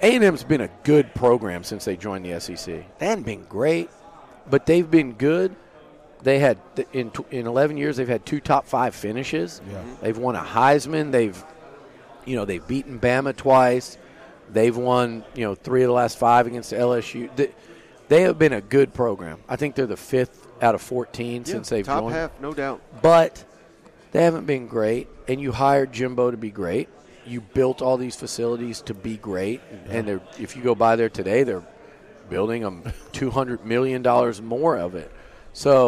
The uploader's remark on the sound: SEC Media Days 2023 Interview TexAgs. Joined us live from 2023 SEC Media Days in Nashville.